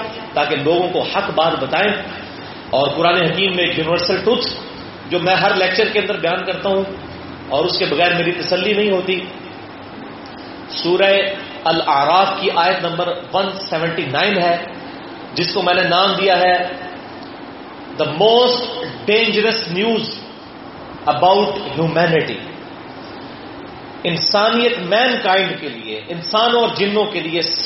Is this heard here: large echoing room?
yes